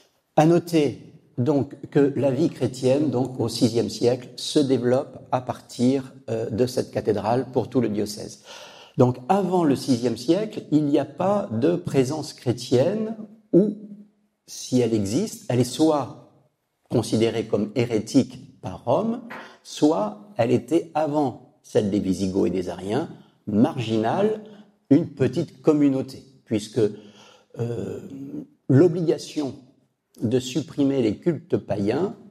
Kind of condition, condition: setting, large echoing room